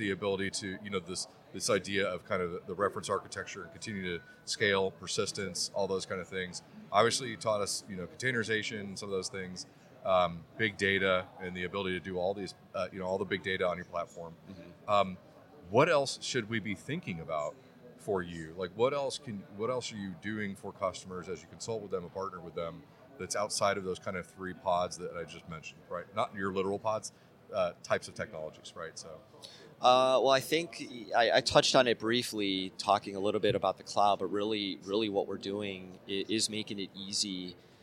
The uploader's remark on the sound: joins us live on The Hot Aisle during Day 3 of Dell EMC World 2017